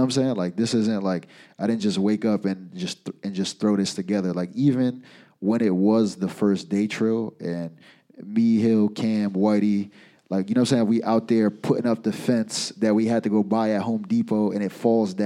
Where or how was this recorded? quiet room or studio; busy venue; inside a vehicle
busy venue